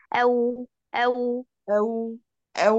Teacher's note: في اعتماد على الشفتين، ابدا من على الجانبين ثم اضم الشفتين · Term: صوت الواو